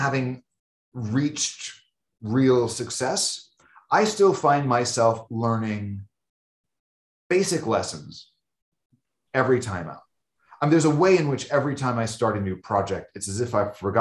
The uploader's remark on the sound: Shot via Zoom, March 2022.